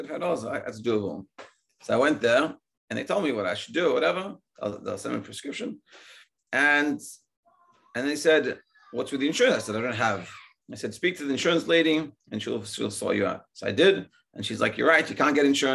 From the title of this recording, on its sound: Daily Zoom Shiur